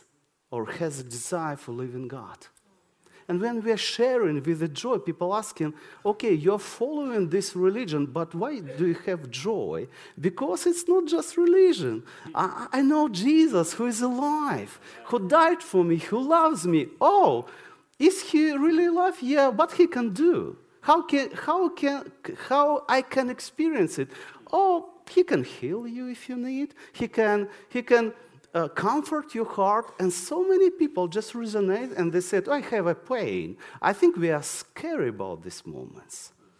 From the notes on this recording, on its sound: This sermon was recorded on Sunday 7th May 2023 at our Putnoe venue.